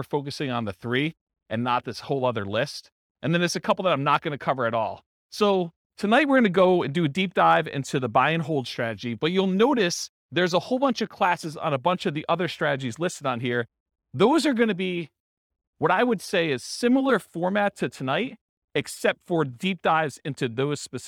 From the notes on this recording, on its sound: This was a live class recorded